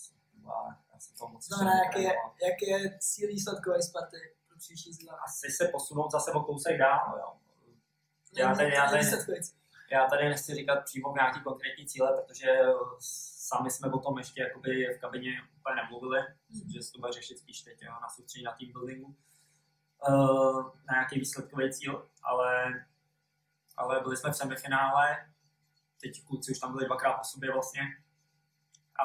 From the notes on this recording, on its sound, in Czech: Omlouváme se za horší zvukovou stopu.